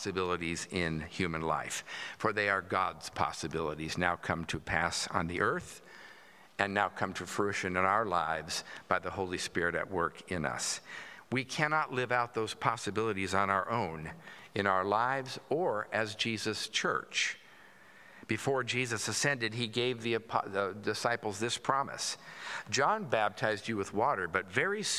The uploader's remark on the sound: At Pender's Traditional Worship